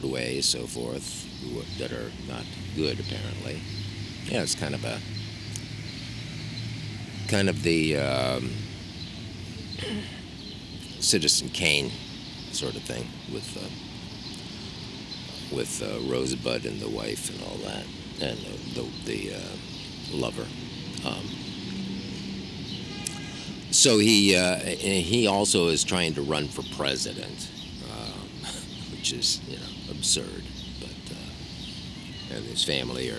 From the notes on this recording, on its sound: All recorded on the sidewalks and parks of exterior NYC. He has tried to make the podcast louder technically.